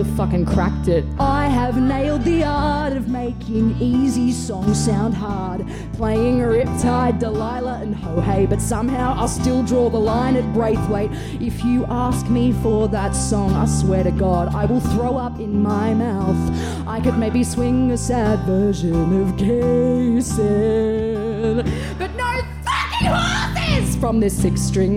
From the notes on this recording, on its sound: For the final episode from the first week of Chaser Report LIVE at the Pub.